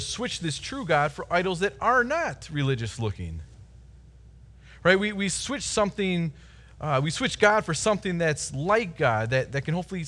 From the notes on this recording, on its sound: Delivered Sunday, April 26, 2020 at Woodridge Community Church (New Berlin, WI).